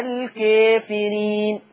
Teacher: الكافرين في ورش كلها في القرآن الكافرين اللي بالياء والنون مقللة قولا واحدة